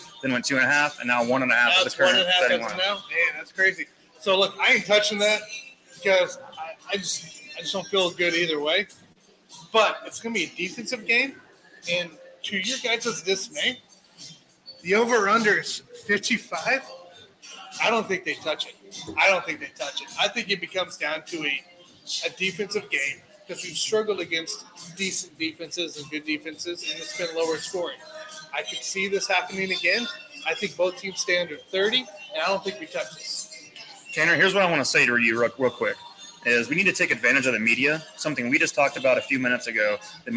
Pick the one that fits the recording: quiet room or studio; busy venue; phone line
busy venue